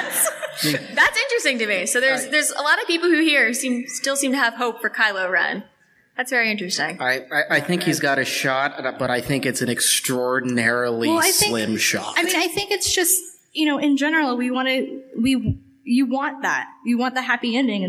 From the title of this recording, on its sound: Live from Awesome Con